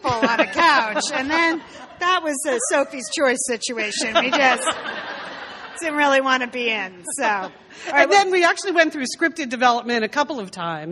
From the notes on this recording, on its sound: LIVE in Brooklyn NY. On this bonus LIVE show.